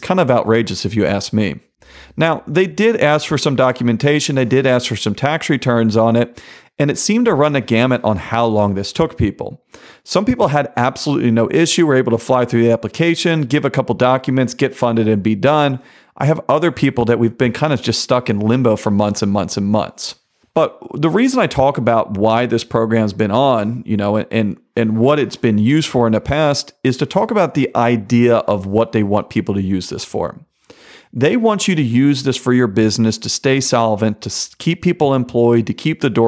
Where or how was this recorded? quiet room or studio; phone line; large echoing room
quiet room or studio